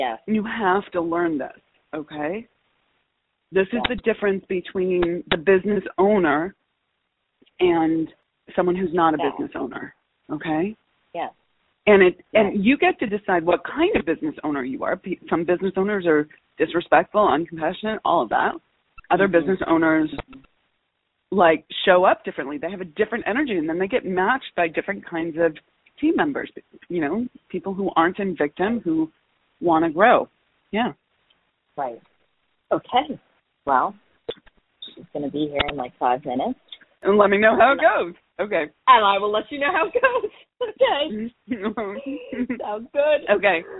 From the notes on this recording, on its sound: Listen to this call with my client. All of these coaching calls have been recorded with permission, and the sound quality may vary.